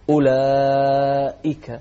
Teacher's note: نوضح الهمزة الثانية مع كسرها